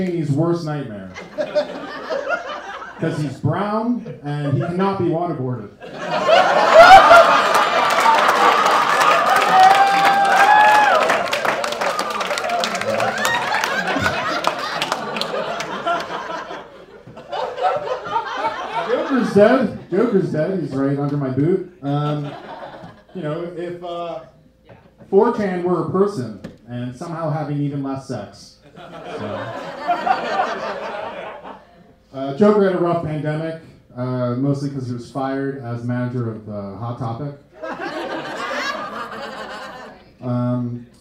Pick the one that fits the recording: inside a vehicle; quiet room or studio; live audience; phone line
live audience